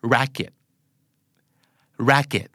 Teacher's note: ต้องเน้นให้ถูกคือเน้นพยางค์แรกและพยางค์ที่สองเนื่องจากไม่เน้นก็จะไม่ออกเก็ตแต่จะออกเป็นขิด